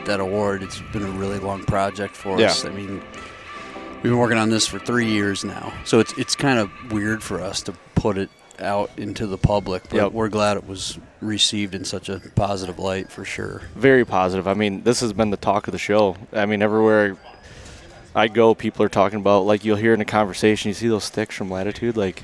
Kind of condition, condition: setting, busy venue